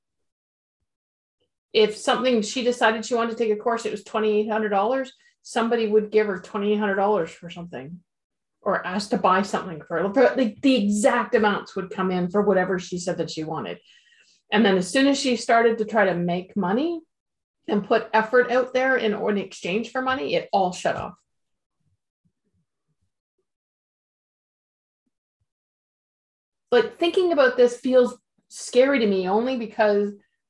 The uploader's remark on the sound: Audio version of May 6, 2022 Zoom call